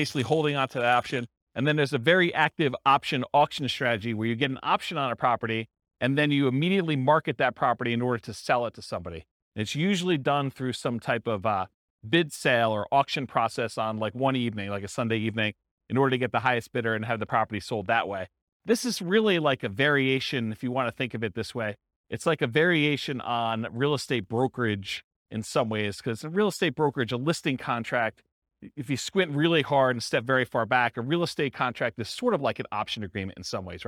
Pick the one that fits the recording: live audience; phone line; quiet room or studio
live audience